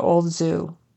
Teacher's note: His pronunciation of old kind of left out the L a little bit.